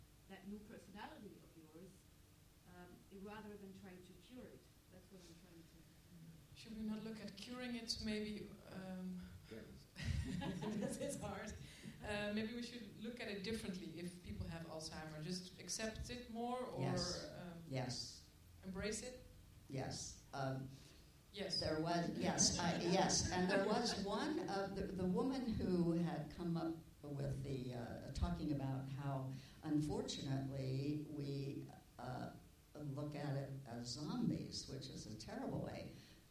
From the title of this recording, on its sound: IDFA Q&A 21 November 2016